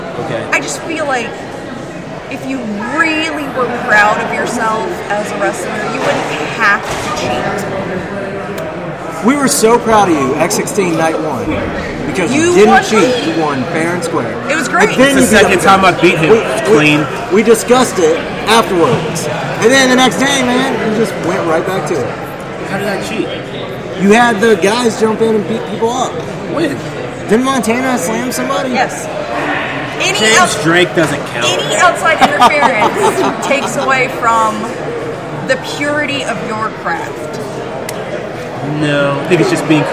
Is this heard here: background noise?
yes